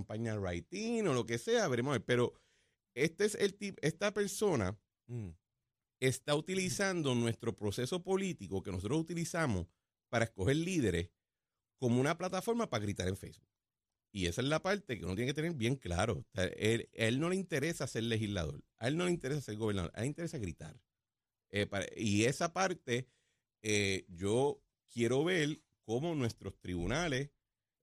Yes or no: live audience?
no